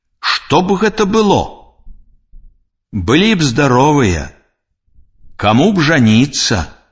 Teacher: Калі слова заканчваецца на галосны, а часціца «б» стаіць перад звонкім зычным, то яна не аглушаецца.